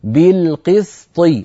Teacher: اكسر الباء جيدا، اكسر القاف جيدا، هكذا بالقسط، ولا تقولي بالقسط، بالقسط هذه إمالة وليست كسرة، قولي مثلي لو سمحتي بالقسط.